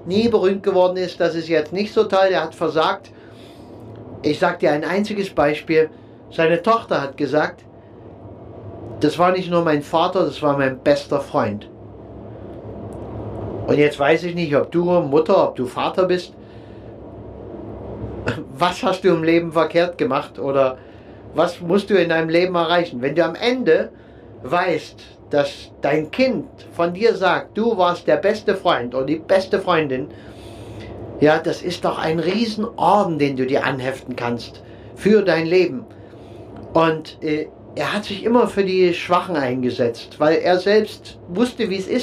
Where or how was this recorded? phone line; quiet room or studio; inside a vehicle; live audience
inside a vehicle